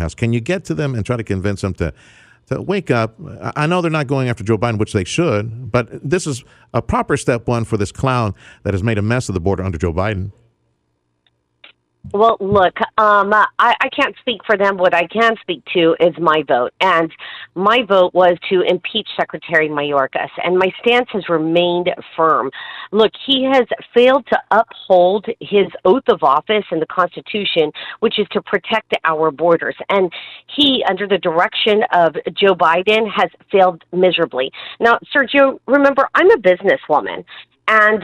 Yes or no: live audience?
no